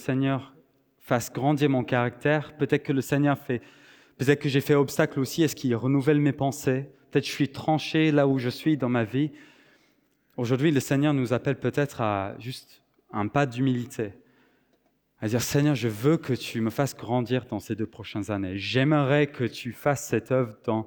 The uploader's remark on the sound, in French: Enregistré à l'église CVV, le 24/09/2023